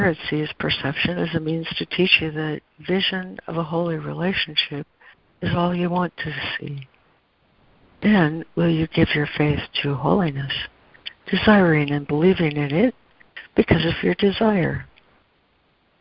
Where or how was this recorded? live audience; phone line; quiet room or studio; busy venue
phone line